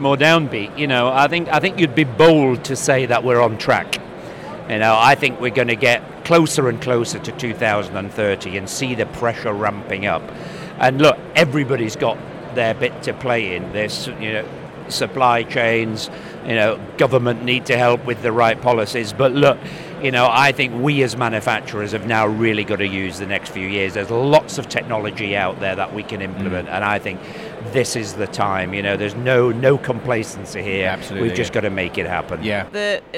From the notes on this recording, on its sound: In this live (or as live as we could make it) podcast from the show floor of Manufacturing and Engineering Week.